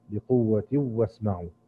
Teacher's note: ترك غنة الإدغام للإمام خلف، أي أنه يقرأ بالإدغام الكامل